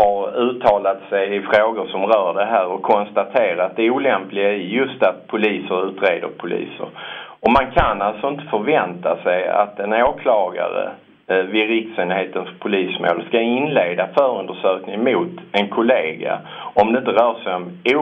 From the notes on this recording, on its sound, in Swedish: Vi får höra en telefonintervju